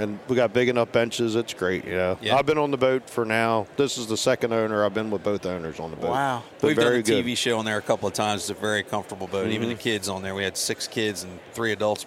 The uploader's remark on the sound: Live from the Great American Outdoor Show